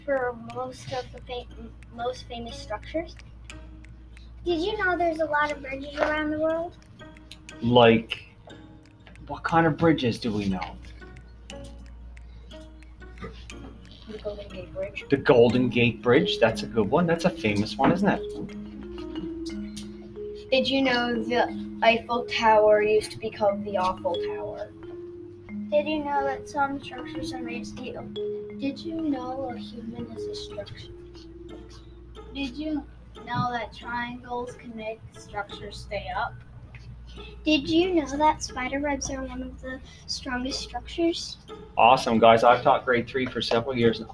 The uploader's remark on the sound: Technical difficulty - previously recorded.